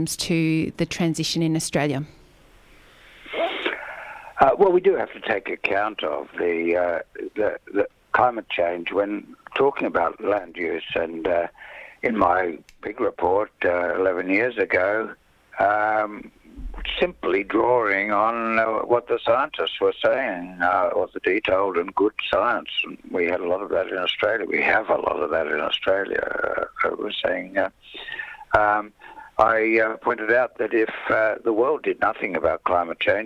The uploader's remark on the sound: phones in to The Grapevine